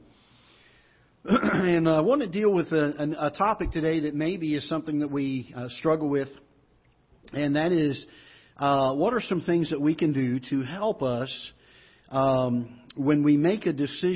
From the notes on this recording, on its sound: This is a live broadcast from the auditorium of Ketha Heights Baptist Church in Festus, Missouri